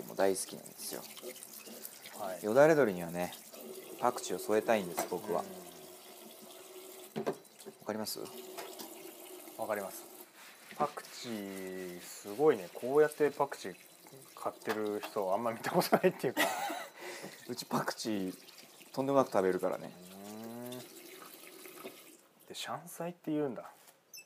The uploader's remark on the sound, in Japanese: 高性能マイクが咀嚼音を若干拾っております。